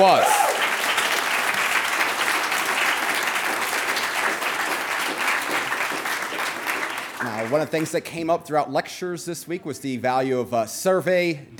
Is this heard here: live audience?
yes